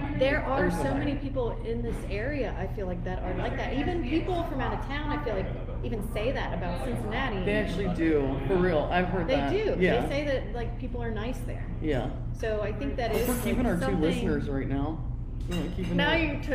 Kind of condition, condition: setting, busy venue